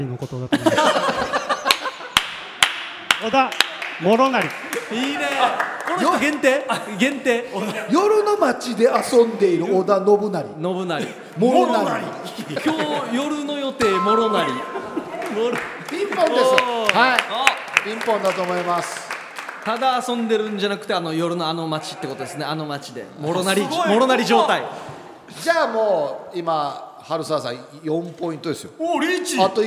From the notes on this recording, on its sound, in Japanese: 最終回は最初で最後の公開収録。たくさんのリスナーの皆様にお越しいただきました。